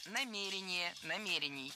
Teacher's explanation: Ударение в этом слове ставим на второй слог и не меняем это ударение при изменении слова.